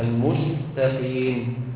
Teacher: بتضغط على صفه الصفير في السين لان السين اضعف الحروف